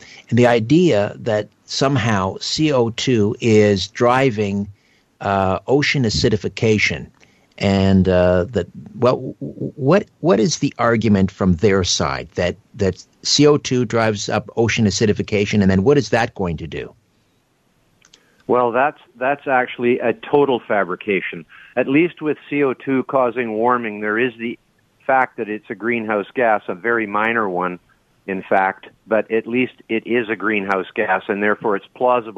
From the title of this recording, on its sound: Open Phones